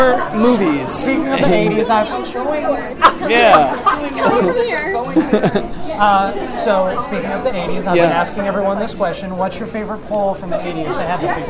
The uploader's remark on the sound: Live from the purple carpet at the Paley Center for Media in Beverly Hills, CA